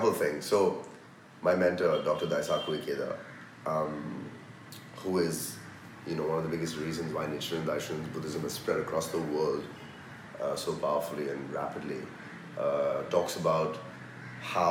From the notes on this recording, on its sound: This episode was filmed in Mumbai, apologies for the Indian surround sound throughout which kind of adds to the atmosphere.